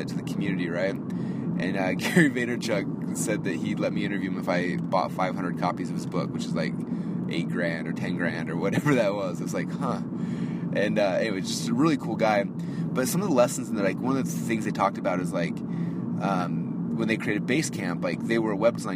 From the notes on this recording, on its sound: A very late-night “Marketing in Your Car”. Now I am driving back home to go get some sleep.